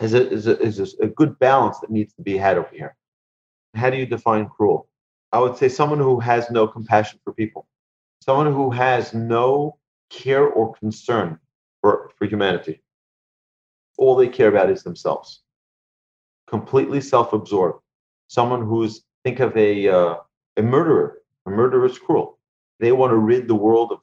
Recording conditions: video call